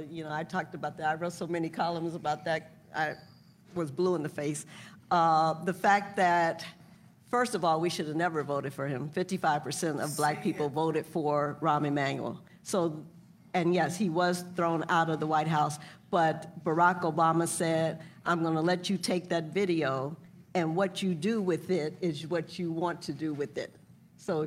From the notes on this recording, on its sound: It's the Super Tuesday primaries and caucuses LIVE show with the Chicago Reader at The Promontory in Hyde Park.